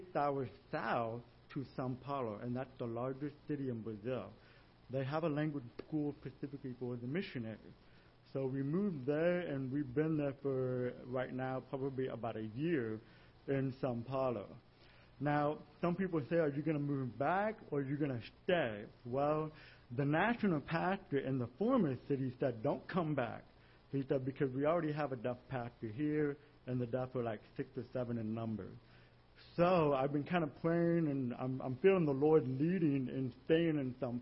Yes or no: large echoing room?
yes